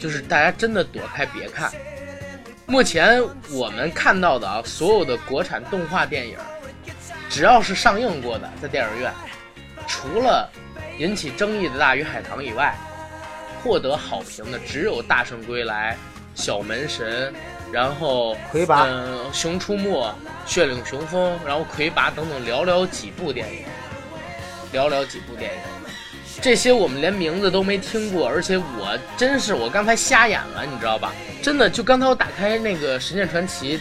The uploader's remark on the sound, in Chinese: 节目剪辑本次不是主播团队，大致背景音乐较大。